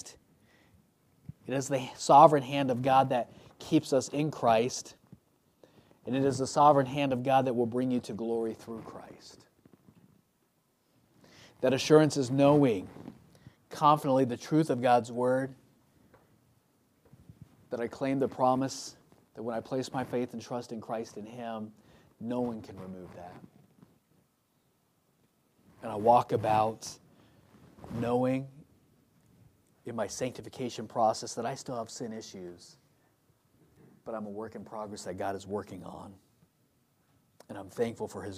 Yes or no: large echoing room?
yes